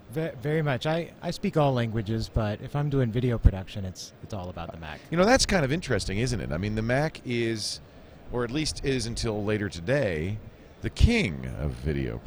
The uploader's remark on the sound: Live from NAB Show 2011